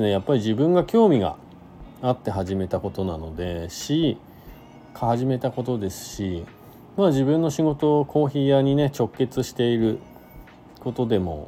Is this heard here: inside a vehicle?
yes